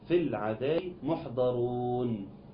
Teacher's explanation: من الفاء المكسوره للام الساكنه، يبقى الياء تسقط والهمزه الوصل تسقط وتقرا في العذاب محضرون.